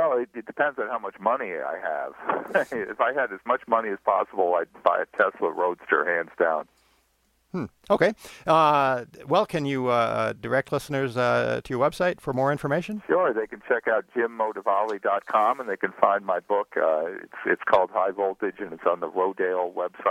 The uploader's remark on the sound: Joins us by phone from his home in Fairfield, Connecticut.